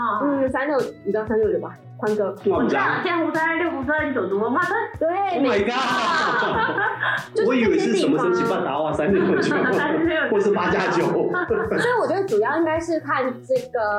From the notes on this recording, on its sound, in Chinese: 因器材調修.錄音檔案音質不甚完美.請見諒.